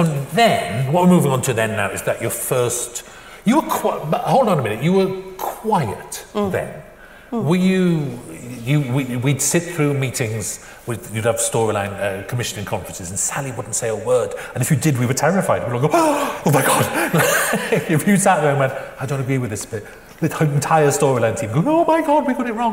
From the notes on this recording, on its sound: sessions from this year's Edinburgh International Television Festival